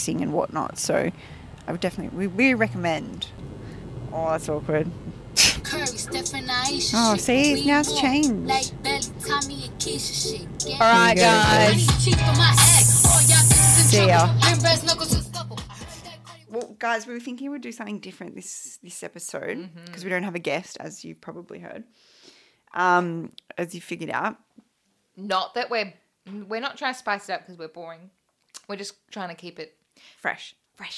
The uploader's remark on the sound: a special edition of in car audio